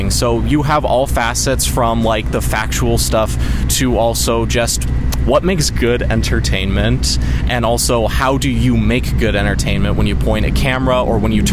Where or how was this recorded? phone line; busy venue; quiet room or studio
busy venue